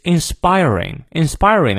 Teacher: r 还是要念的，因为在元音前